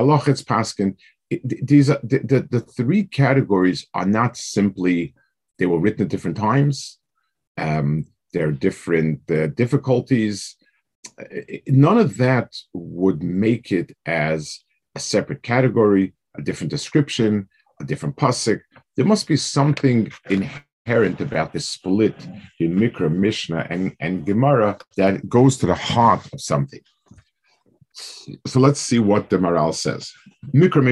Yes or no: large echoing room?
no